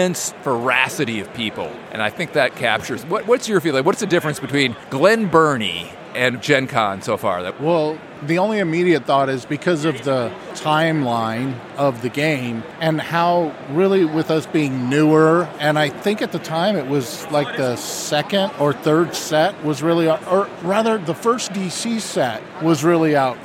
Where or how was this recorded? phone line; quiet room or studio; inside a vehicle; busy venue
busy venue